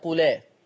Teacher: لا ما بقاش في عند حضرتك الهمزة التانية، انت ابدلتيها ألف صح؟ ايوه الهمزة الأولانية برضو مش هقولها، لأن أنا شلتها ونقلت الحركة بتاعتها للام اللي هو حكم النقل. ايوه يعني كأنها ألف مائية فقط.